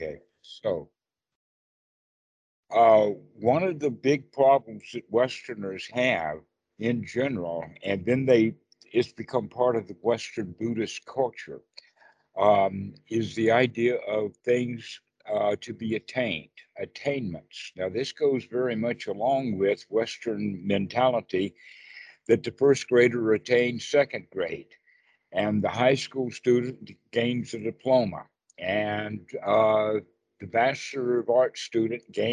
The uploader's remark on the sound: skype calls on this channel